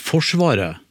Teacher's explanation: Hvis jeg sier ordet Forsvaret, så har jeg trykk på første stavels